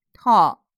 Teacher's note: 注意它发的是长音，哦，并且后面有一个 L 的发音，哦，舌头要卷起来